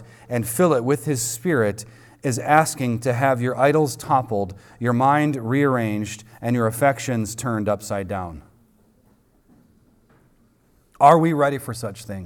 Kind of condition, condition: setting, large echoing room